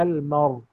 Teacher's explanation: يبقى اذا هنا هشام وايه وحمزة، يبقى فيها النقل، نقل حركة الهمزة اللي هي الكسرة للراء ثم الوقف على الراء